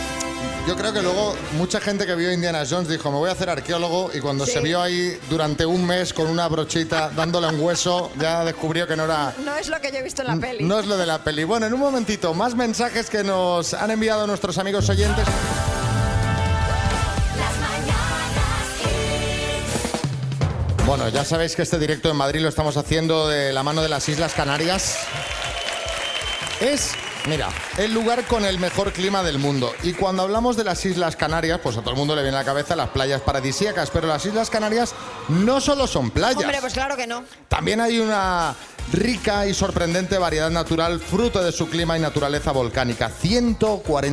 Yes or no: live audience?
yes